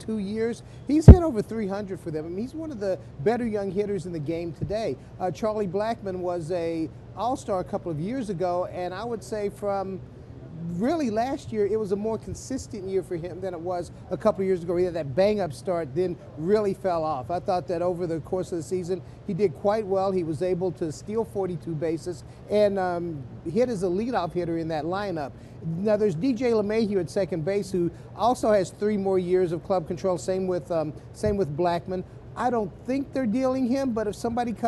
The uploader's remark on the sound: live in Nashville at the Winter Meetings